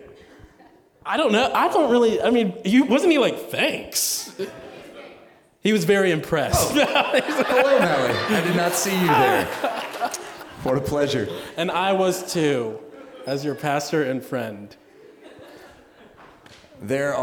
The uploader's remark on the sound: we get a chance to hear from a speaker for about 45 minutes before spending about 45 minutes in a Q&A